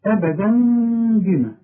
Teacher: إقلاب مع الإخفاء مع الغنة. يبقى أنا ما أقفلش شفايفي عند النطق بهذه الكلمة، وما أظهرش النون